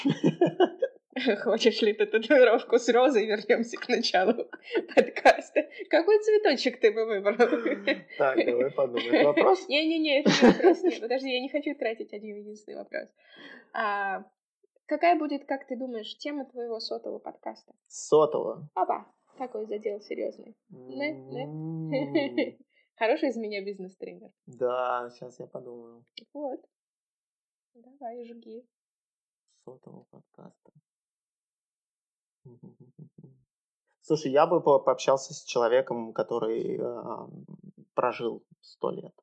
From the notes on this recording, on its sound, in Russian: Про звук - мы только начинаем, поэтому пока так, а там как пойдет.